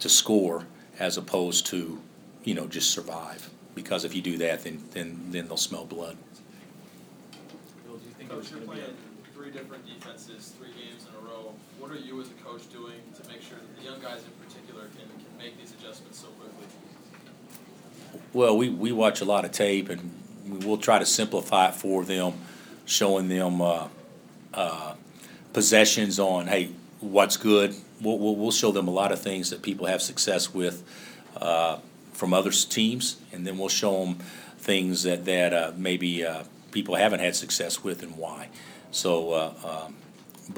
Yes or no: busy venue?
yes